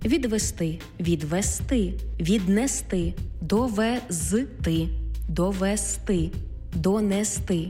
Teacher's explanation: Більшість дієслів в неозначеній формі має наголос на останньому складі.